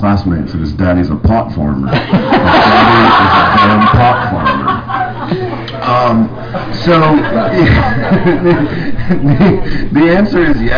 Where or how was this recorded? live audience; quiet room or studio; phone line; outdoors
live audience